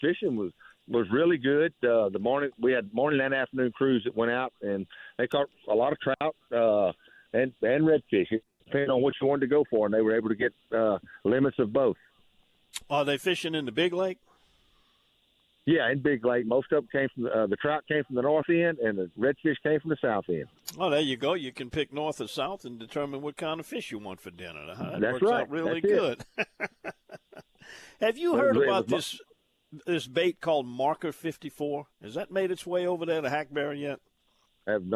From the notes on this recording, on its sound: LIVE from the duck blinds